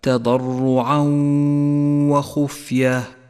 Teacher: جاء التنوين وبعده حرف الواو، نسقط التنوين من اللفظ لذلك لون بالرمادي، ونقف بغنة على الواو زمنها حركتان ولذلك لونت باللون الأخضر، تقرأ هكذا: تضرعا وخفية. · Term: الإدغام بغنة